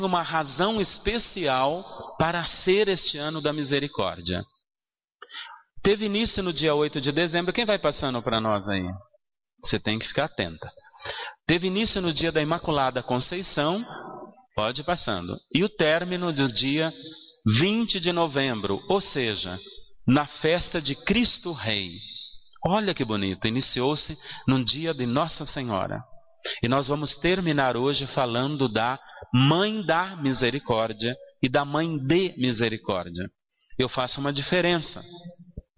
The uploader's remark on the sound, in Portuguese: na Igreja São Sebastião em 05/07/2016